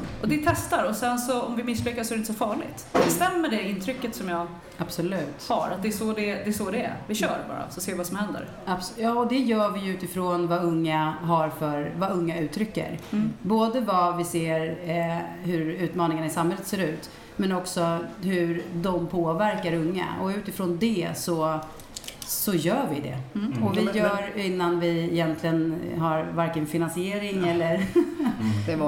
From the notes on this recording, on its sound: Live Almedalen. I livesändning från Aktuell Hållbarhets Arena.